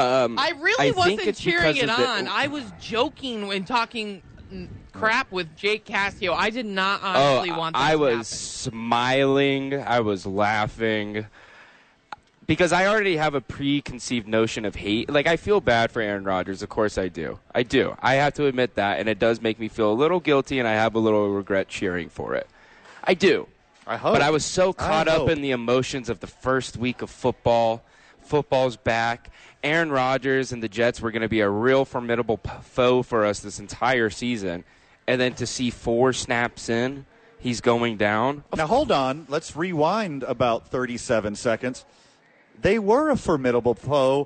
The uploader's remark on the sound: live from Red Door Brewing